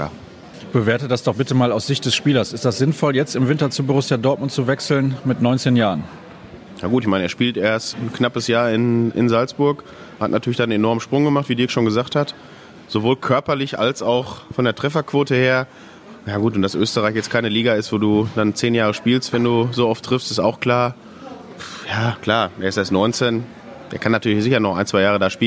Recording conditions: busy venue